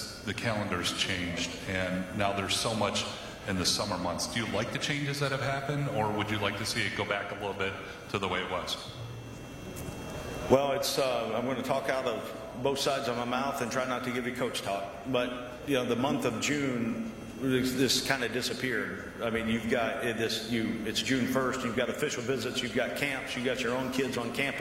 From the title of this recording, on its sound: Main Room Press Conference